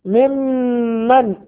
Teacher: ممن، انتبه إلى تشديد الميم، والميم المشددة حكمها غنة بمقدار حركتين